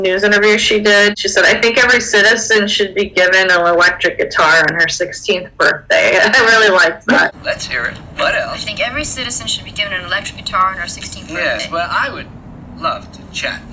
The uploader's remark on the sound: We experienced many technical difficulties during this episode so the sound quality is worse than usual.